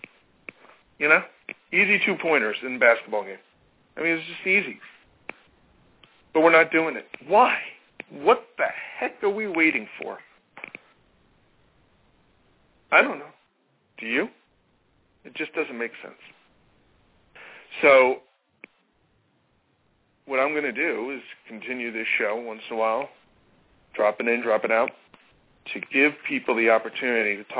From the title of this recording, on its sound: Takes Calls